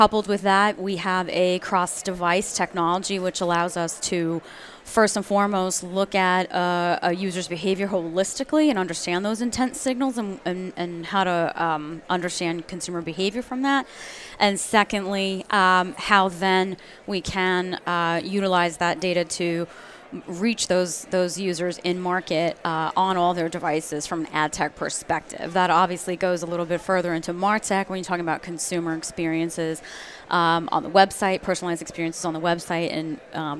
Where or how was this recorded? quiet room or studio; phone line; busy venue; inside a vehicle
busy venue